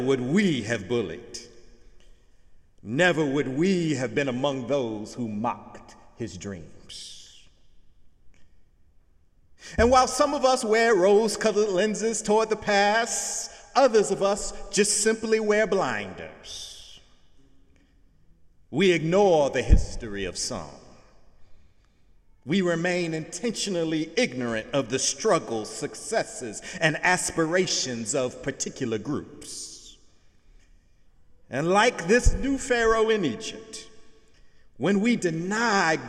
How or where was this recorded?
large echoing room